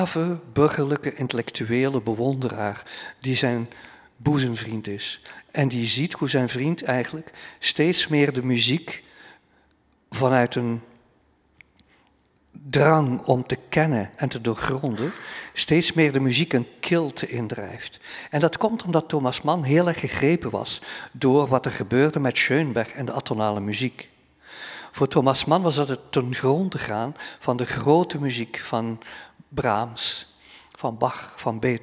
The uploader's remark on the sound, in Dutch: Deze aflevering van 'drie boeken' werd live opgenomen in de Belvedère, de bovenste verdieping van de Boekentoren in Gent.